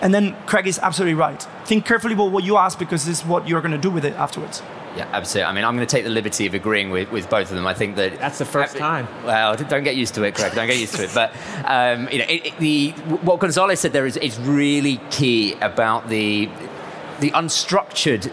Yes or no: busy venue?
yes